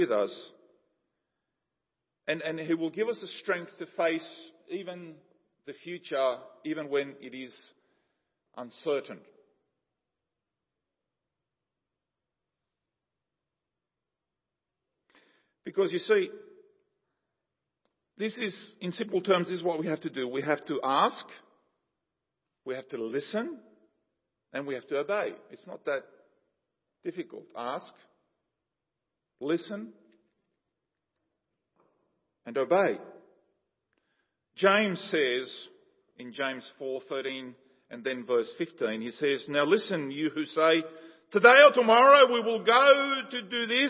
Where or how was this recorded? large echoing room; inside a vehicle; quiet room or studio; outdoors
large echoing room